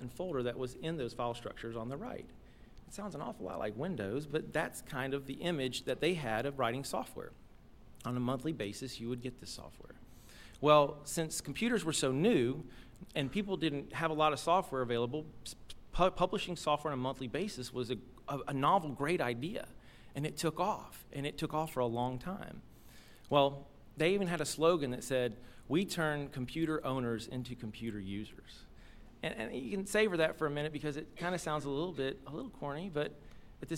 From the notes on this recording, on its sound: live storytelling event